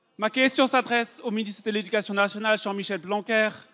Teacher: Les voyelles sont prononcées de façon très distincte et les R sont roulées. · Term: l'accent alsacien